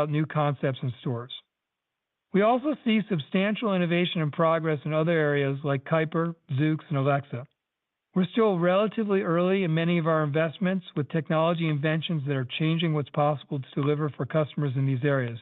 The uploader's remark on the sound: Earnings Conference Call